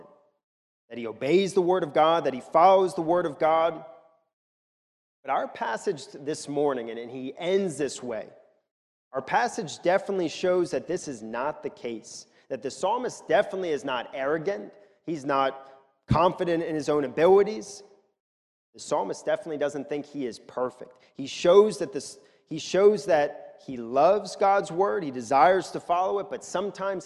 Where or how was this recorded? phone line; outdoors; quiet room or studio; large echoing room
large echoing room